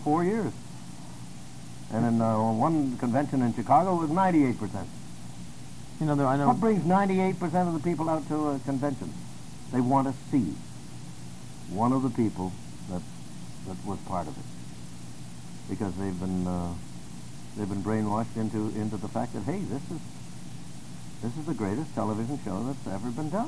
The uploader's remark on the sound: Sorry as the audio isn't the best. Interview is ripped from an audio cassette so only so much we could do.